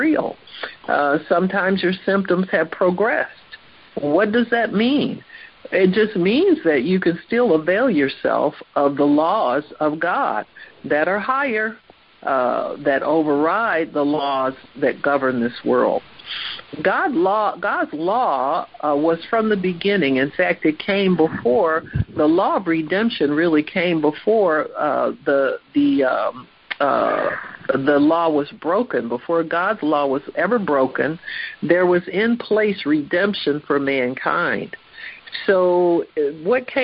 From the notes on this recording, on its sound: HEALING TEACHING CONFERENCE CALL.